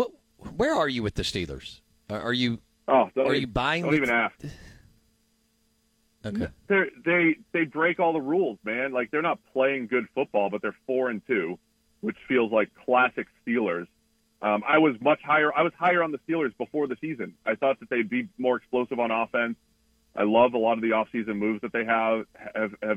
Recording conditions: phone line